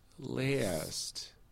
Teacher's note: I think of it as a falling diphthong, really. Last. So the I starting place is the more important place rather than the a where it ends up.